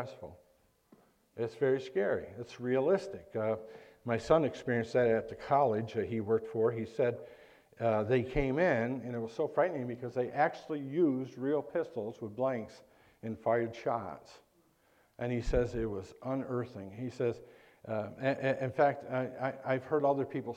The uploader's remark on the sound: preached at Lighthouse Baptist Church in Schenectady, New York